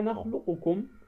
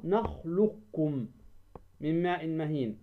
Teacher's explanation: وحفص لم يدغم كل متقاربين، بل أدغم القاف في الكاف في قوله تعالى ألم نخلقكم، هي نخلقكم، ولكن أدغم القاف في الكاف، فماذا؟ ذهبت القاف، وبقيت طبعا صفة القاف